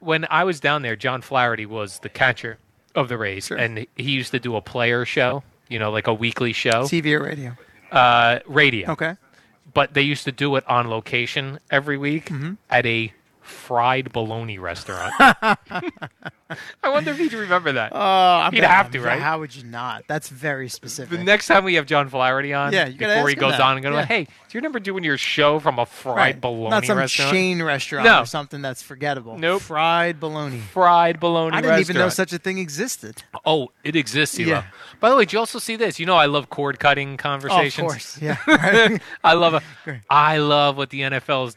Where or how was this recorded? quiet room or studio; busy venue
busy venue